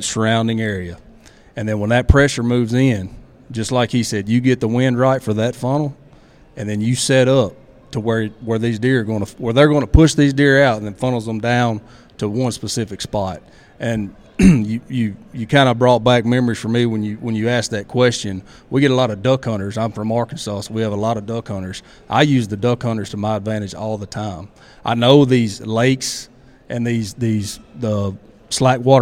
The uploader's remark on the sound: A "Killer" Q & A at The Mobile Hunters Expo.